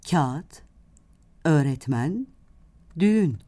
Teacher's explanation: Yumuşak G ise sözcük içerisinde söyleyişte yitirilir ve kendinden önceki ünlüyü uzatır.